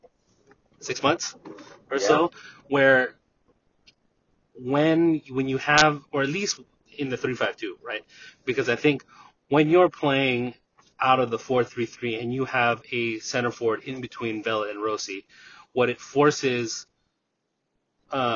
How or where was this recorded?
inside a vehicle